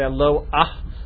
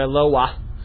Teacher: And if you look at the Mincha Shai and Yehi Rakia, right at the beginning of Brachos, he presents two opinions. One that is pronounced with an aleph, a glottal stop, and the other that it's pronounced either as a vav or a yud.